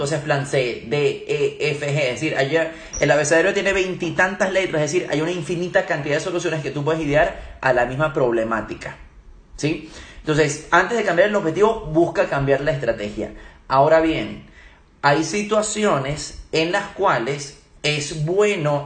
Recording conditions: phone or laptop microphone